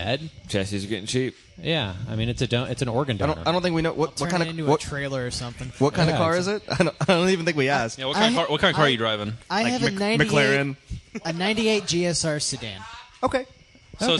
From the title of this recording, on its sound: from ITR Expo 2015